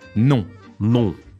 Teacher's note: it sounds a little bit like English no, but it's got that little nasally part